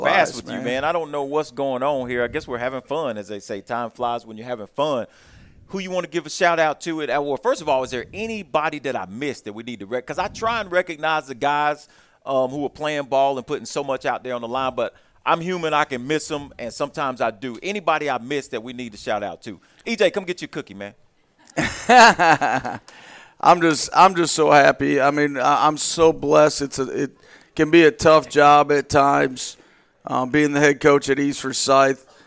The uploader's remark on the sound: live from Monte De Rey Mexican Restaurant in Kernersville